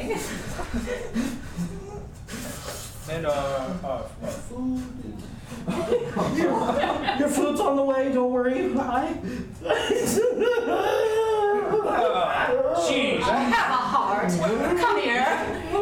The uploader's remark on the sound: Live recording. We're releasing our first ever LIVE show, recorded back in September 2023 at 18th and Union in Seattle, Washington.